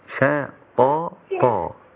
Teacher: الطاء هنا مفخمة مفتوحة